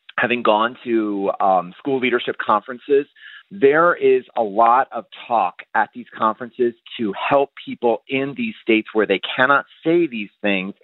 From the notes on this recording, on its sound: takes your calls